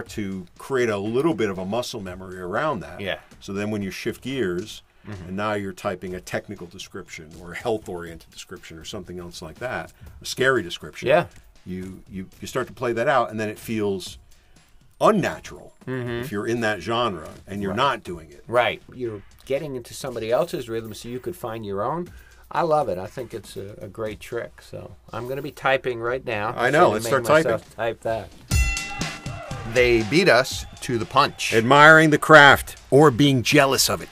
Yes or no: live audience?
no